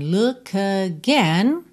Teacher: No caso do K, eu já junto no A de again.